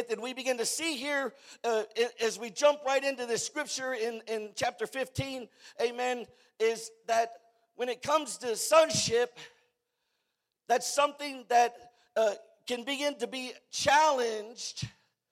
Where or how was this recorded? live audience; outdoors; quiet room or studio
live audience